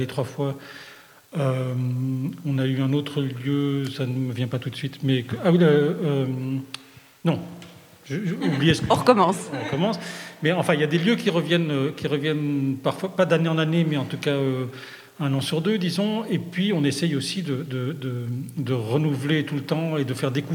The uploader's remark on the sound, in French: depuis le Festival Artonov